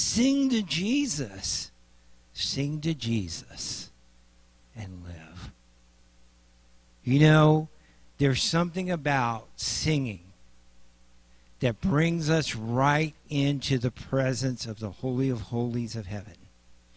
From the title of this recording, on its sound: Mt. Zion Church Live!